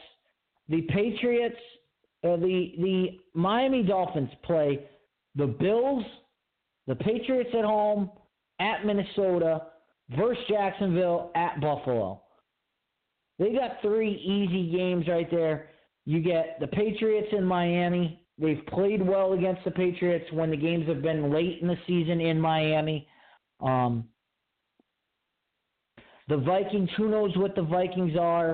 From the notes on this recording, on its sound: your phone calls and comments